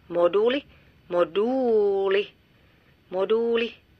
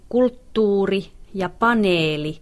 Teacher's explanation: Pääperiaatehan tämän tapaisissa lainasanoissa, eli erikoislainoissa, on se, että toiseksi viimeisen tavun vokaali on pitkä